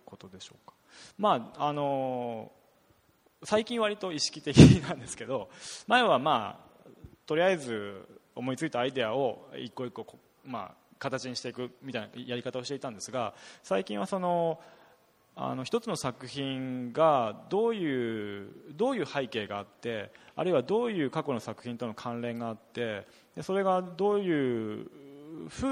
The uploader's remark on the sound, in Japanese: 森美術館でのアージェント・トーク、後半のQ&amp;Aを公開します。森美術館主催によるアージェント・トークにて。